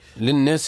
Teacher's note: للناس يعني سيدي إظهار الغنة في النون